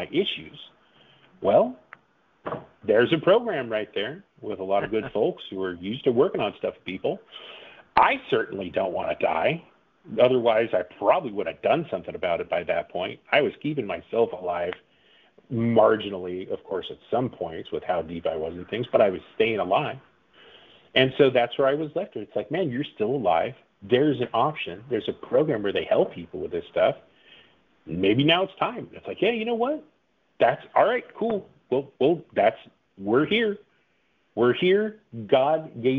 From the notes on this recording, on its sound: The audio is a bit muddy because it was a phone